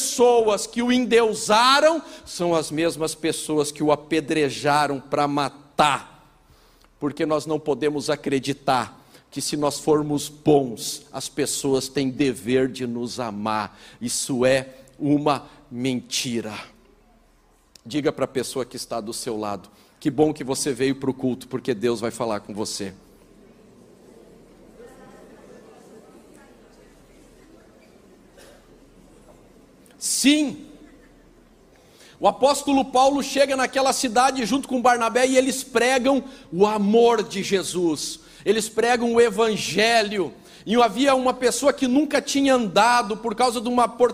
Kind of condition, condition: setting, large echoing room